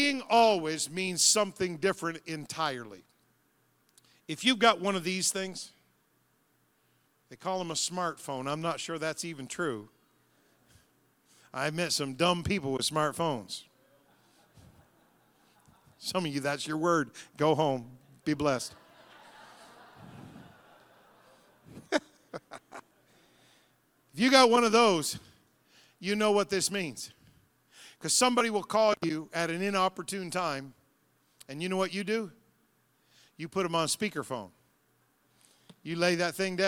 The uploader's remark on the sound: Tuesday Evening Revival Service. The Anchor Church of Zanesville, Ohio.